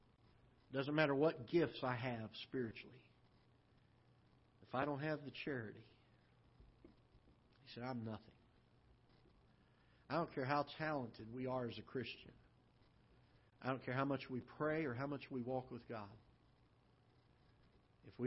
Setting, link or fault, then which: setting, large echoing room